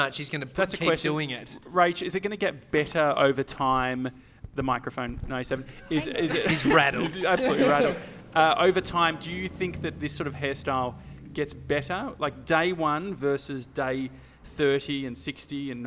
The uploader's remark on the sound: After getting a haircut at Kings Domain Barber Shop, we headed across the road to the Joey Scandizzo Salon.